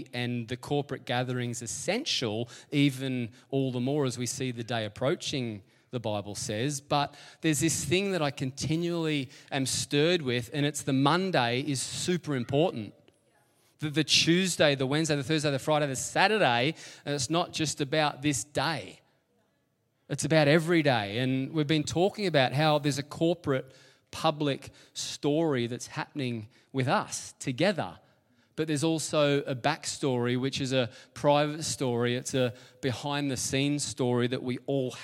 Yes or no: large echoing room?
yes